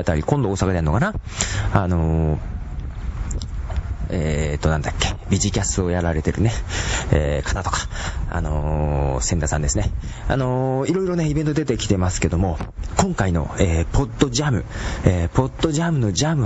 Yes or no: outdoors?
yes